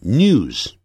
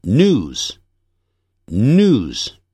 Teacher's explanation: 在美式英语中通常会把这个 y 的音省了掉 · Shown in: second take